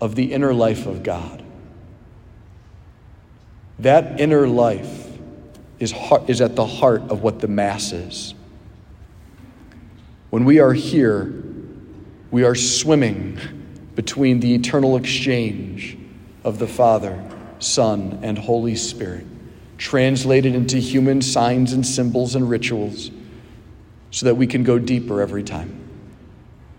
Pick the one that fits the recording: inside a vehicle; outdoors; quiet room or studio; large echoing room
large echoing room